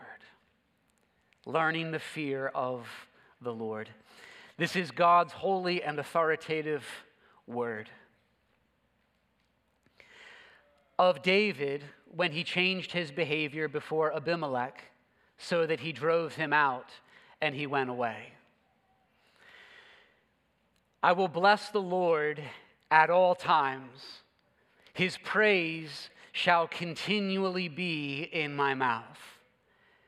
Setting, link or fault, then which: setting, large echoing room